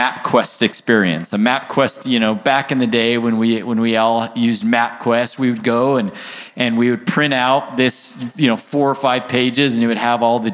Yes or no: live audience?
yes